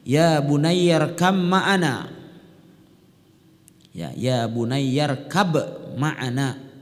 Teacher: itu karena di situ ada huruf ba sukun bertemu dengan mim. Huruf ba dengan huruf mim itu makhrajnya sama · Term: idgham al mutajanisain